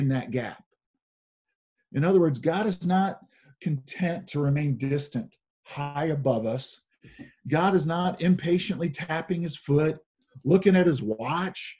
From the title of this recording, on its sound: Zoom Sunday